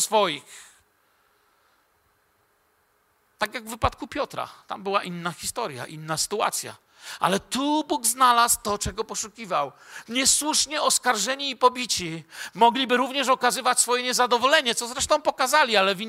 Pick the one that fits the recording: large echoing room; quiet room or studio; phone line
large echoing room